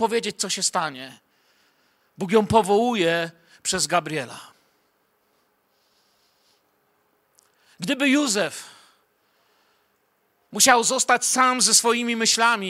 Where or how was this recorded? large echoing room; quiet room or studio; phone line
large echoing room